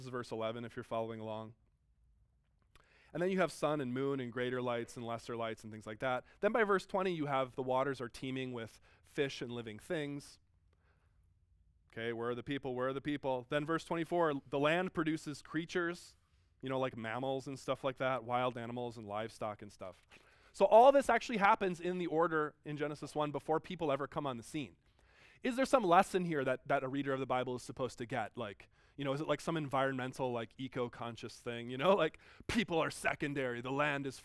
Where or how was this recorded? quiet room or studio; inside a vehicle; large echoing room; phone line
large echoing room